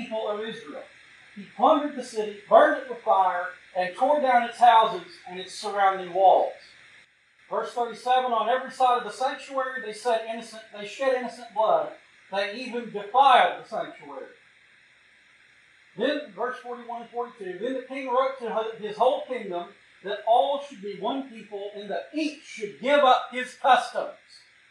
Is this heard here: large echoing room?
yes